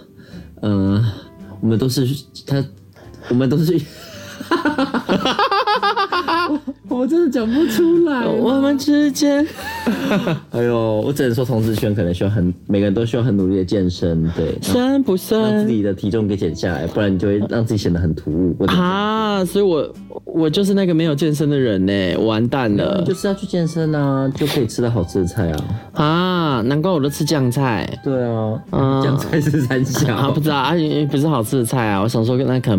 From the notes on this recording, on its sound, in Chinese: 姐妹住飯店閒聊到凌晨四點實況播出。手機錄音。由於週間特輯是手機通話錄音的，所以音質比較差。兩個婊子一起住飯店卻半夜不睡覺一直閒聊爆料。